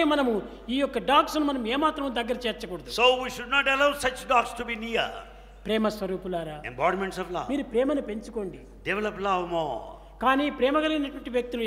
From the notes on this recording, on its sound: The discourse was originally delivered on 22 Jul 2002 during the International Seva Conference at Prasanthi Nilayam.